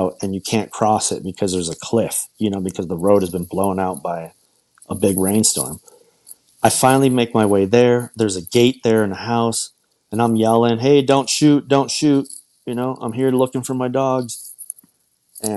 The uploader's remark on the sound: Audio has a weird background noise but we decided to push through anyway.